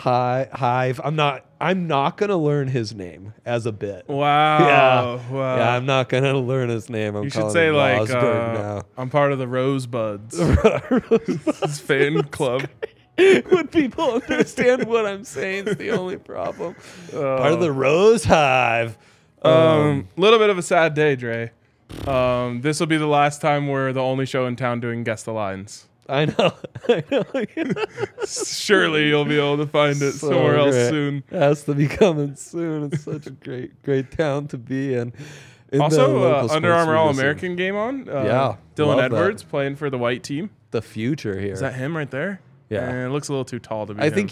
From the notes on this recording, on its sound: LIVE from the DNVR Bar